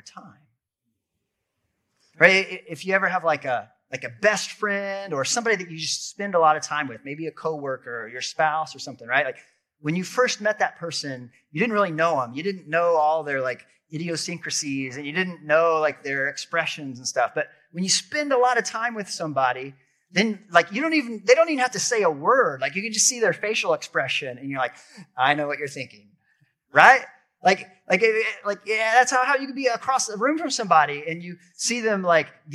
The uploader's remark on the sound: This episode is audio from a sermon.